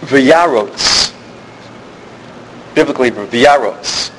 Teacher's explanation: the accent is on the earlier syllable and it's a closed unaccented syllable